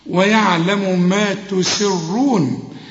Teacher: يبقى أنا أرقق السين وأفخم الراء